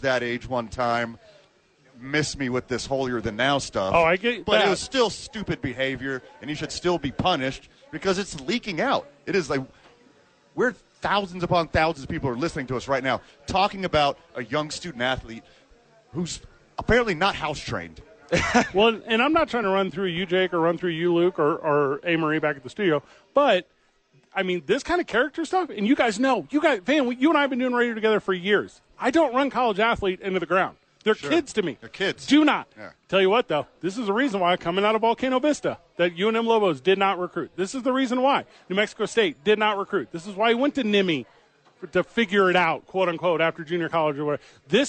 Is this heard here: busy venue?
yes